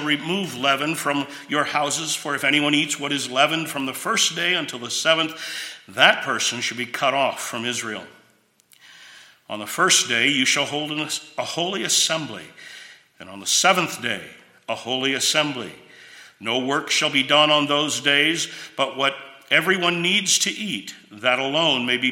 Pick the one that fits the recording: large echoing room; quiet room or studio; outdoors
large echoing room